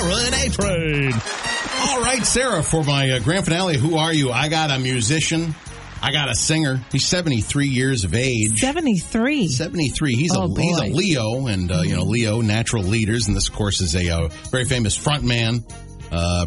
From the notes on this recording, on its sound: Enjoy some 'Best Of' bits and tear jerker phone calls from Shark Nation.